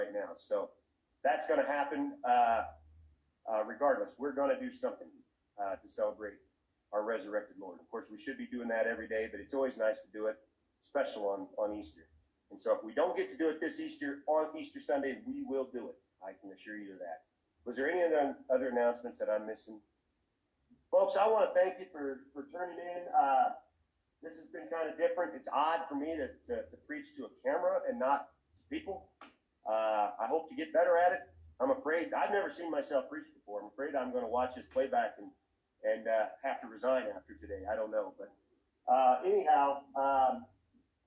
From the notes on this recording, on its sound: The sound quality is a little sketchy on this one, sorry folks.